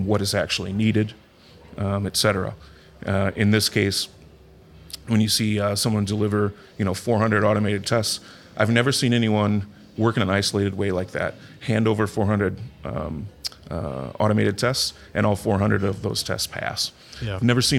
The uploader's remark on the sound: Live From Agile Midwest